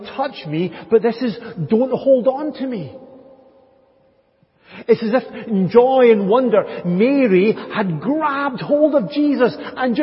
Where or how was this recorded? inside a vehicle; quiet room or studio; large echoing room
large echoing room